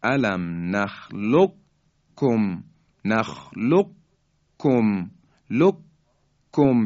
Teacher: حالا وقتی ادغام میکنیم میشه الم نخلقکم، نخلقکم، لکم، یعنی قاف در کاف ادغام میشه و ما کاف رو مشدد و محکم بیان میکنیم. الم نخلقکم، قاف در حقیقت ادغام میشه در کاف.